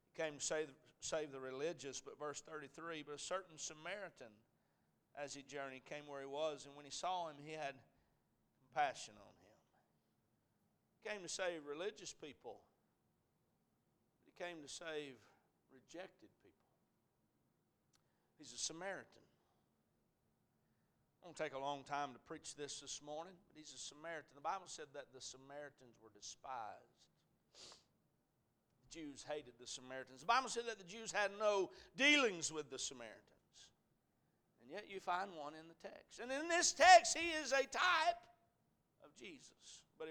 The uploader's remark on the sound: A message preached at Crossroads Baptist Church